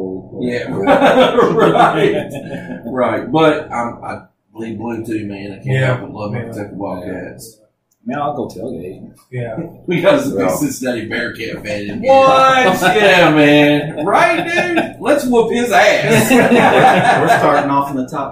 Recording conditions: poor microphone